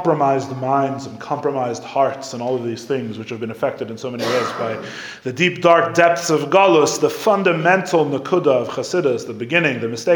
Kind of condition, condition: setting, live audience